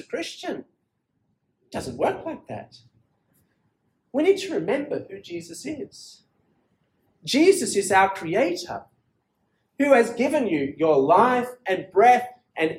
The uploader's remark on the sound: This sermon was preached at Penang International Church